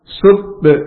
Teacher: huruf ba huruf qalqalah, sub dipantulkan, jangan sub tetapi dipantulkan, ditempelkan dan dilepas, sub akaza.